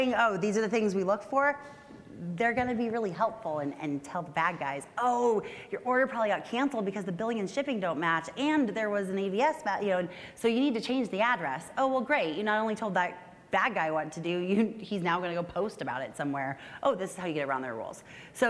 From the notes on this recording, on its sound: LIVE from CNP Expo 2019! A live recording in front of hundreds of online fraud professionals. We hear from two unassuming audience members.